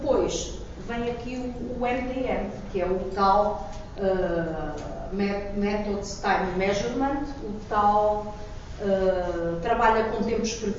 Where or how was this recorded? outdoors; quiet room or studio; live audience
live audience